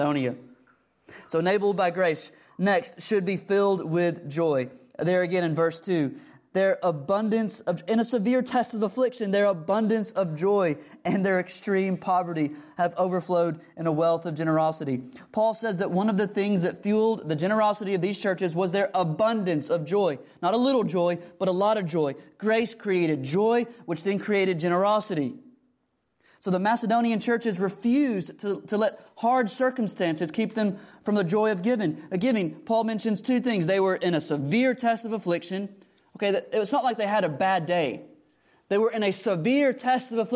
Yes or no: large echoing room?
yes